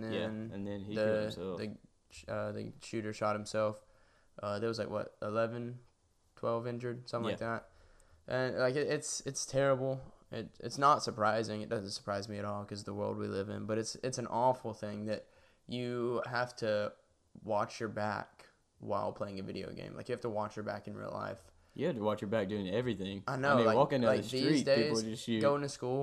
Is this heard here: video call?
no